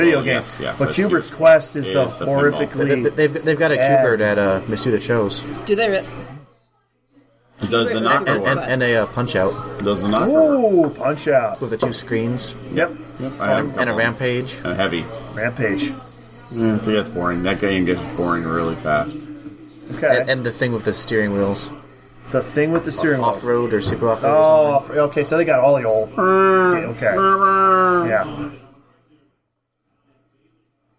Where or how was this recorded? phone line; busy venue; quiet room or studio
busy venue